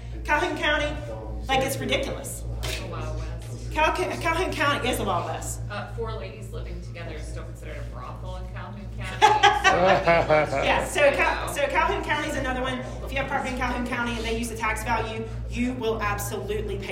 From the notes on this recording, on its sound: This episode is a recording from the Chapin Real Estate investment association.